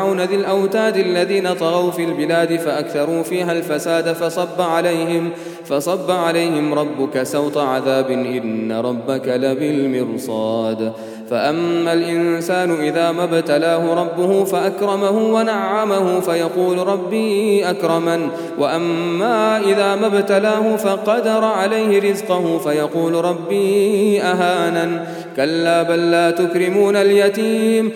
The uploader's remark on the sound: at the Houghton Masjid (West Street)